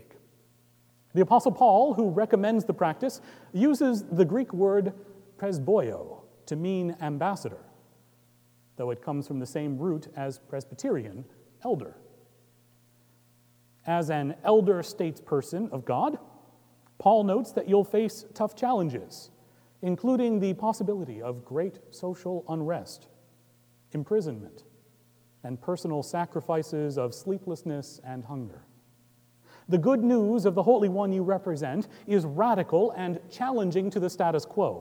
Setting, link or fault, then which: setting, large echoing room